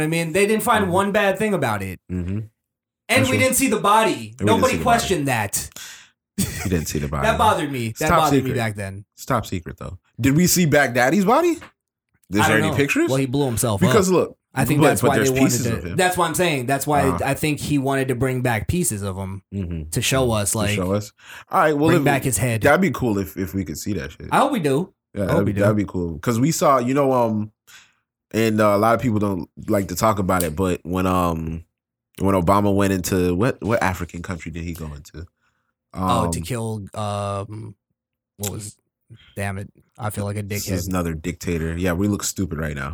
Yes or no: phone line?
no